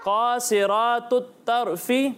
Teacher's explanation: قاف صاد اور را تینوں کو موٹا پڑھنا ہے